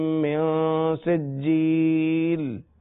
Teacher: من پر بھی غنہ کریں گے کیونکہ نون ساکن اور تنوین کے بعد اگر حروف اخفاء میں سے کوئی حرف آ جائے تو وہاں غنہ ہوگا